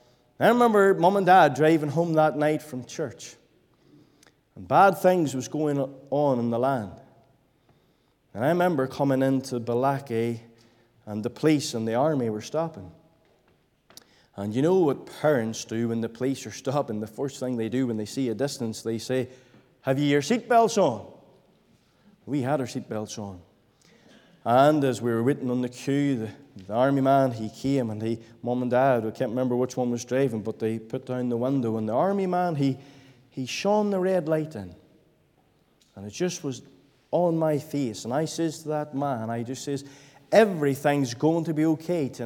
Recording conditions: large echoing room